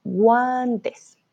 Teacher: G-U-A quiere decir que vamos a pronunciar la U y va a ser una G suave, guantes. Perfecto.